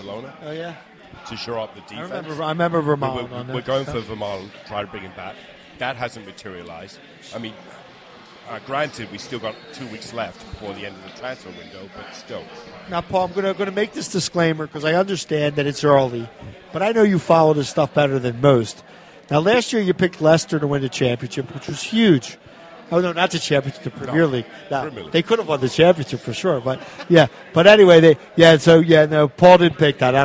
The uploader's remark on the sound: Live At Villa Capri